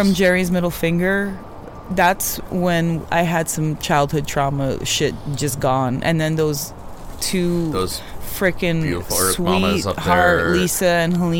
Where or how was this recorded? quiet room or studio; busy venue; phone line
busy venue